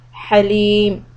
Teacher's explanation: The big ha sound from the middle part of the throat.